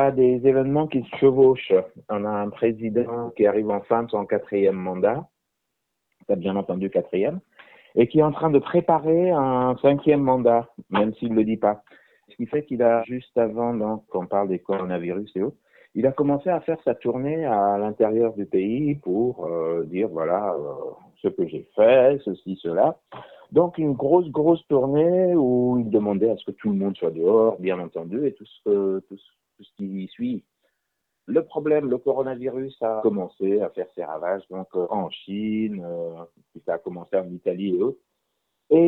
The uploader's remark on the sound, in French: Nous avons joint par téléphone. L’un des animateurs de l’émission Nabad Nantes, le samedi sur Alternantes FM.